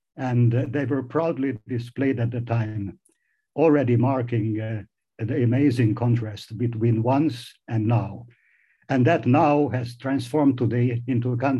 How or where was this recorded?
video call